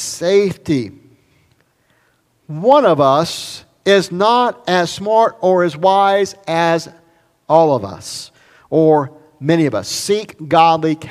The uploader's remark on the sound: recorded at Highland Baptist Church Molino, FL